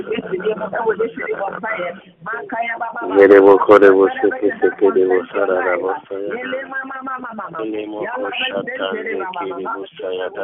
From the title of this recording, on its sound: Conference Call